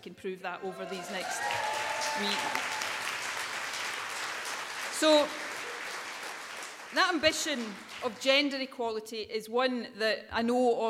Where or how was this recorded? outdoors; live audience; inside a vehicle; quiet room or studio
live audience